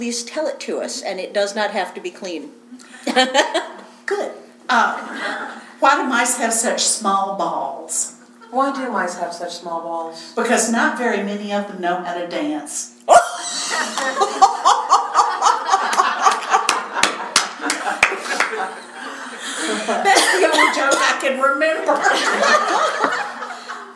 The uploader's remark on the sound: This episode is LIVE FROM PHOENIX COMICON